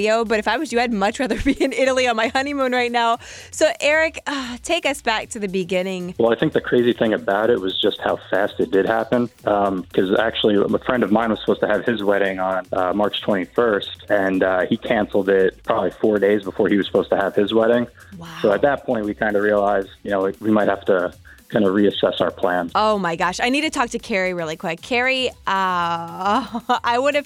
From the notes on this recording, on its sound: they’re on the phone